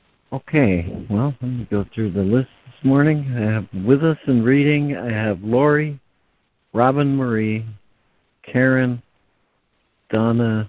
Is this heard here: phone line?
yes